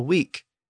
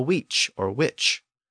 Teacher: that Old English sound shift where the K sound sometimes becomes a CH sound, that type of trading center was also sometimes called a weech or witch.